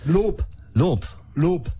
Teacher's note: Und den B hinten spricht man aber als P aus.